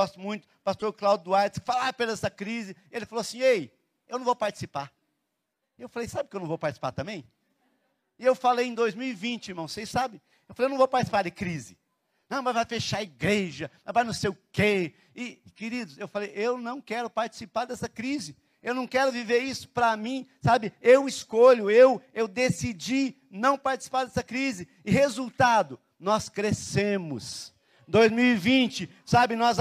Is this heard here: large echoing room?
yes